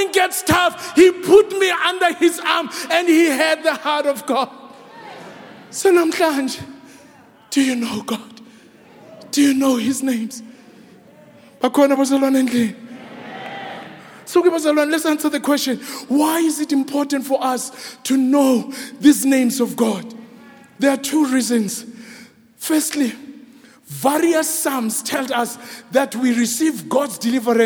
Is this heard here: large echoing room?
yes